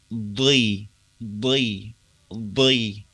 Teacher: kasrohnya huruf dod ini itu masih mengandung sifat tebalnya